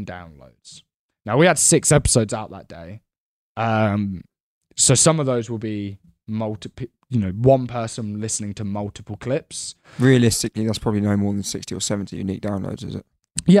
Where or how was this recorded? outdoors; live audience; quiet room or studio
quiet room or studio